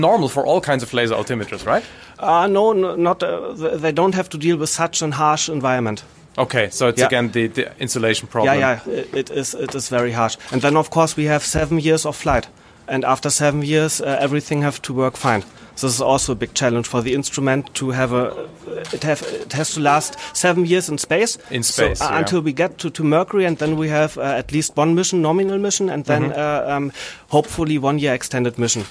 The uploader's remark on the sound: I was at the launch press event at ESOC in Darmstadt to follow the launch and to record a couple of interviews. Recorded in the middle of the night at ESOC.